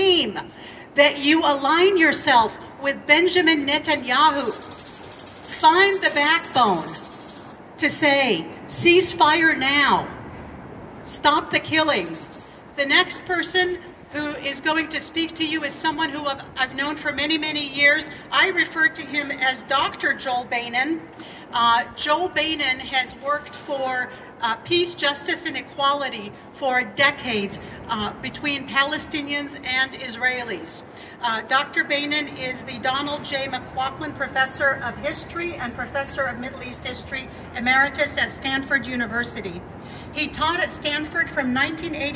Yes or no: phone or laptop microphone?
yes